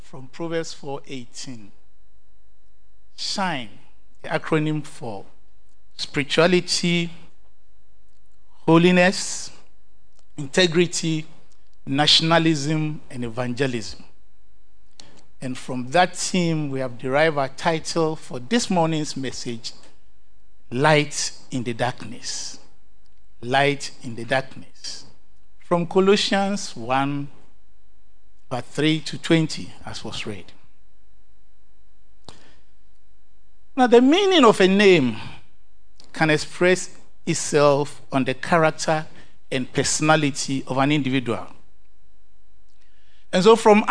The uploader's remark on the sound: Sermon preached at CBC Shiashie Campus